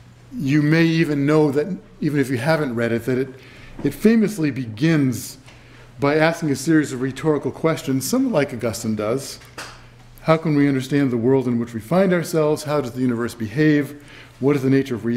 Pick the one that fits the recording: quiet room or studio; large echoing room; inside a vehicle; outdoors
large echoing room